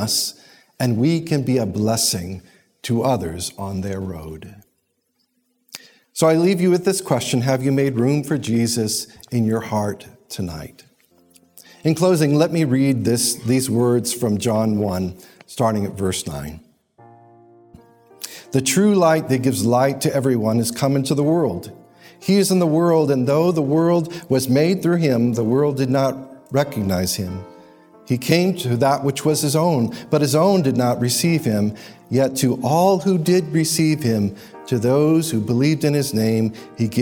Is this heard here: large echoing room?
yes